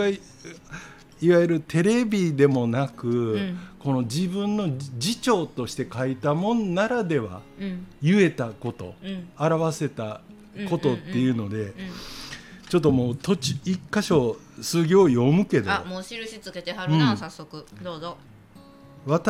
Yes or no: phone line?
no